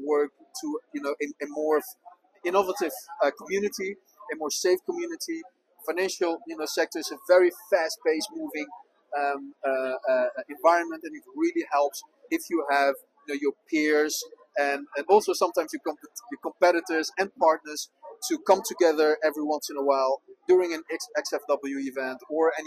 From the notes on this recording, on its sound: Amsterdam Fintech Week (XFW). Step into the heart of fintech innovation with our live coverage of Amsterdam’s Fintech Week (XFW)!